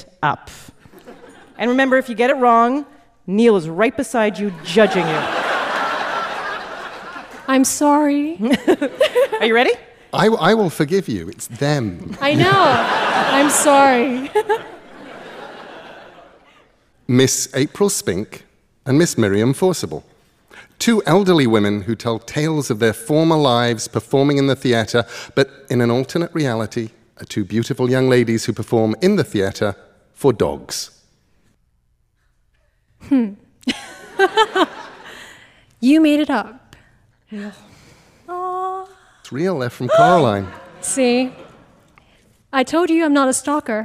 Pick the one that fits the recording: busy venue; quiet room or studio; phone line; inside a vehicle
busy venue